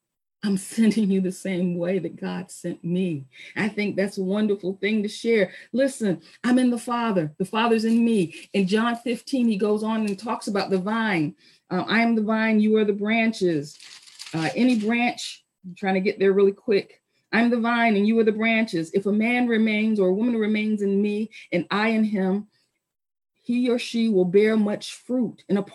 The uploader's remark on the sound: Our Zoom streamed service